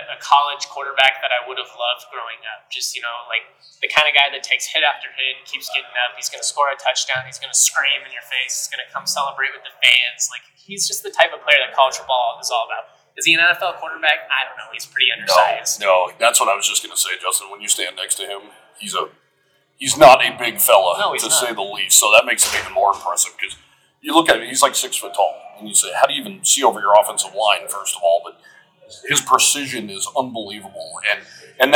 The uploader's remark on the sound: Live from Mountain West Media Days. At the Mandalay Bay in Las Vegas.